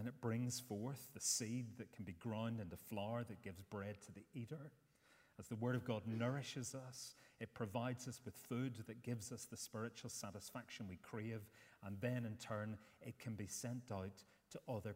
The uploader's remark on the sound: Sunday 10th September 2023 morning service